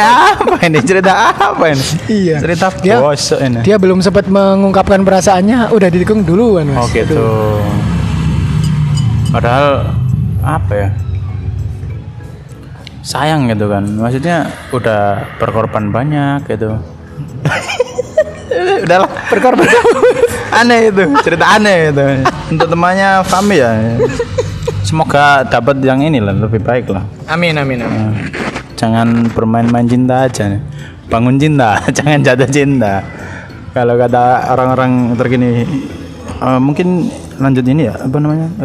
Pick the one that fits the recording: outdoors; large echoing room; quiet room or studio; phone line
outdoors